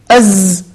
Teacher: مثلا حرف الزاي، حرف الزاي، تجد أنك عندما تقول أز يخرج معك صفير، أز يخرج معك صفير، فهذه الصفة، صفة الصفير، لازمة لحرف الزاي لا تنفك عنه. فيجب عليك عندما تقرأ القرآن أن تعطي هذا الحرف حقه، وهو صفة الصفير.